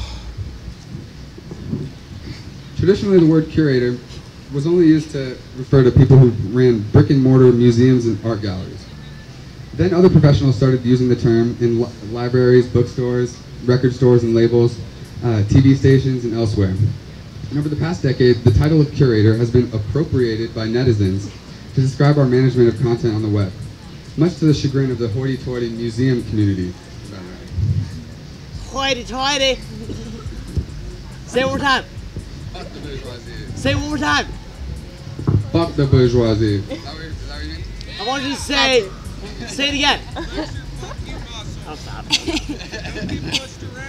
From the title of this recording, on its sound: workshop at Organic Fest 2016